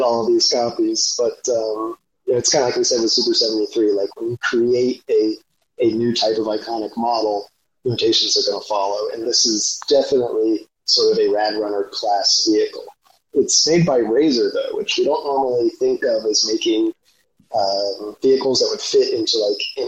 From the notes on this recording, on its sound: Apologies for the sound quality on this one.